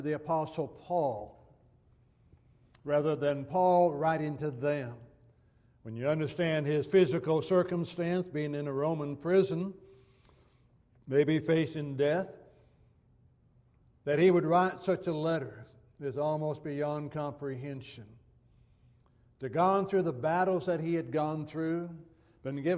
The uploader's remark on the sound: Downtown Church Of Christ Audio Sermon